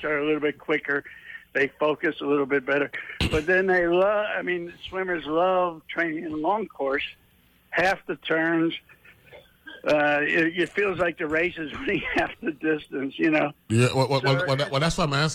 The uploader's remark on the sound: Joined on the phone.